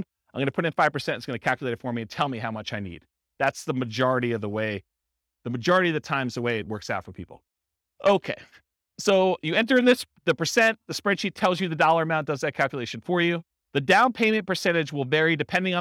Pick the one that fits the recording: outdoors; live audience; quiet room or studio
live audience